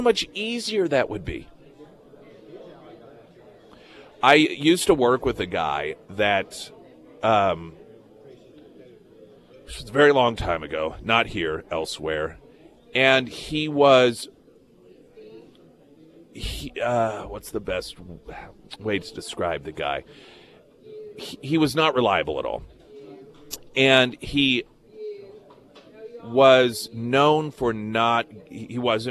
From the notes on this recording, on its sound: live at Scramblers Diner